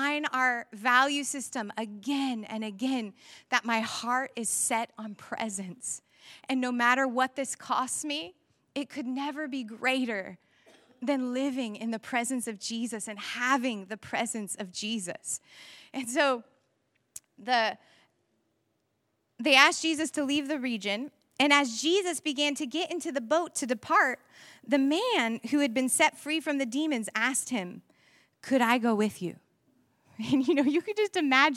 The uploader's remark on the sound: Echo Church Melbourne